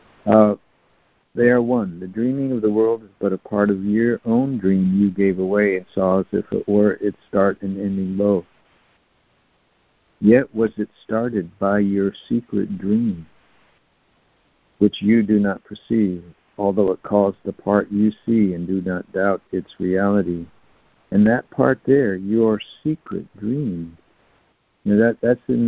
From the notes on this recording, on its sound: ACIM Daily Conference Call